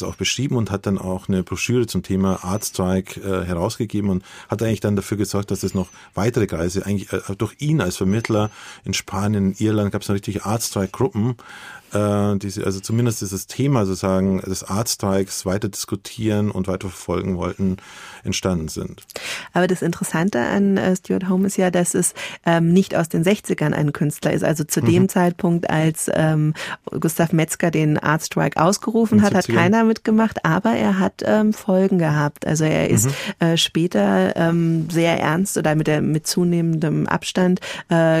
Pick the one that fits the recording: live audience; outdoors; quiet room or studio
quiet room or studio